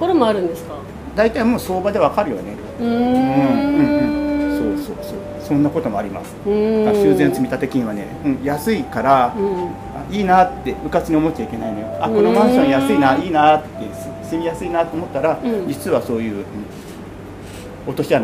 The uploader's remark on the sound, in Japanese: 初・公開収録！ まったり飲んでたら急に収録することに！